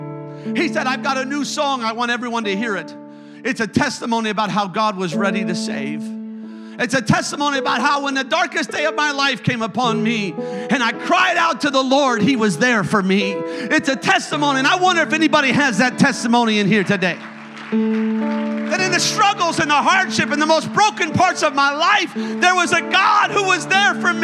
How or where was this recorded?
large echoing room